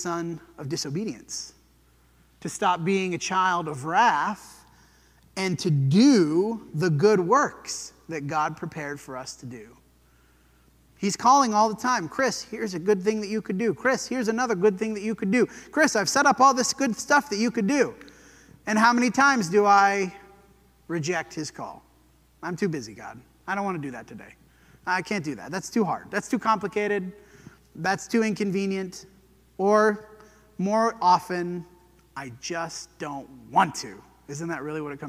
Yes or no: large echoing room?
yes